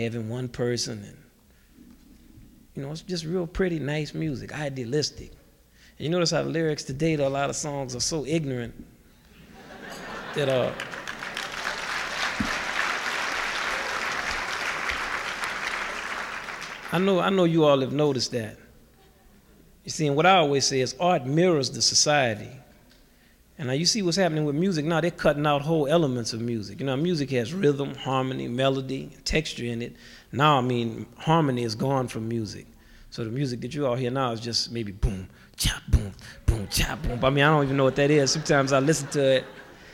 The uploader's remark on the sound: This podcast was recorded at the 1988 International Achievement Summit in Nashville, Tennessee